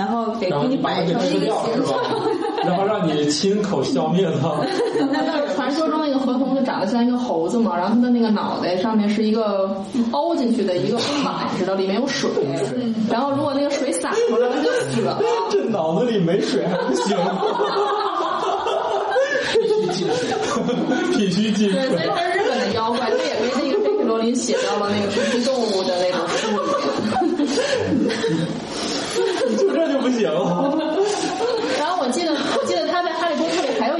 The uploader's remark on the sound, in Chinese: 本期节目在玉米实验室办公区用录音笔录制，可能有街道上的杂音，请见谅。